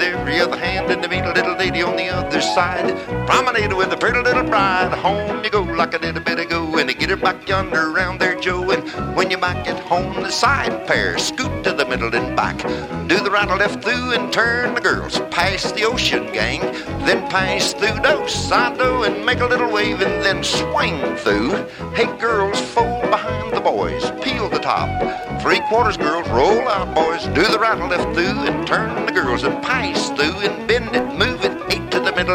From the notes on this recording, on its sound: 1976 Hi Hat Records Staff Trails-In Dance held in Stanton, CA.